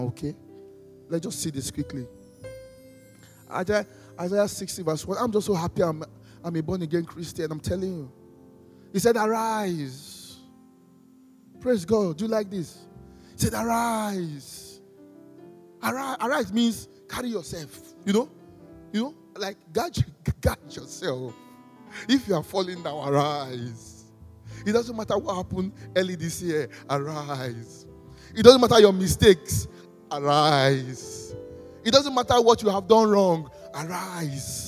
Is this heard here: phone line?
no